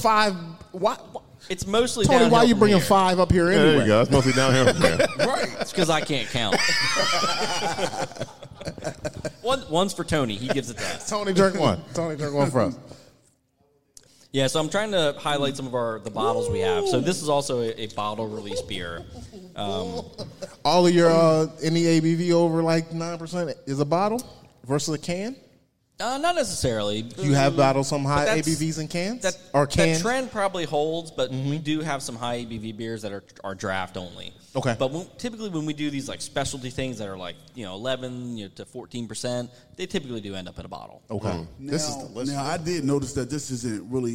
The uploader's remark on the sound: go live from Autumn Arch Beer Project